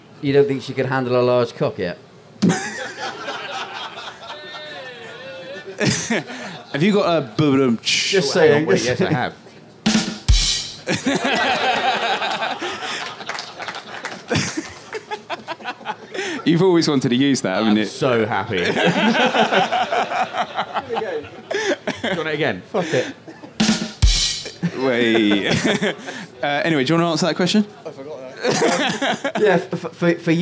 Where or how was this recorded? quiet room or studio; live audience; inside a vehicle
live audience